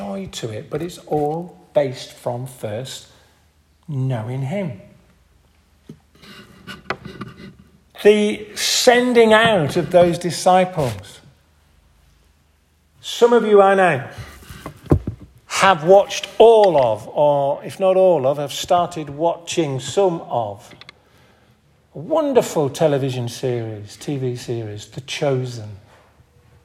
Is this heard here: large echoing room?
yes